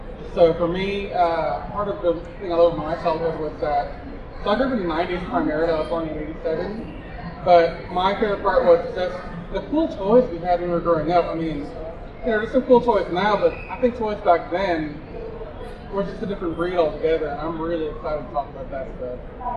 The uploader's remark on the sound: Live from Comicpalooza 2023. Engaging the audience to also take part in our conversation.